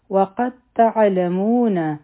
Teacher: وقد تعلمون او دلته کې به مونږه قاف ډایرکټ د تا سره میلاو کو، ځکه چې په دال باندې سکون دی، نو دال به پکې مدغم شي